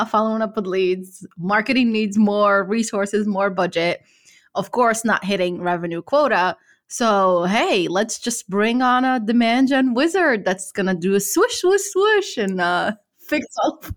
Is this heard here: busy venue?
no